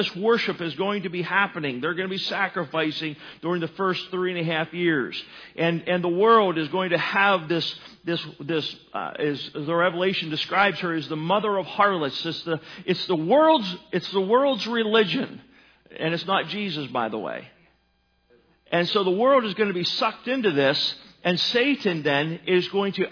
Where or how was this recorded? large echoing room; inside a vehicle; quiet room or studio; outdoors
large echoing room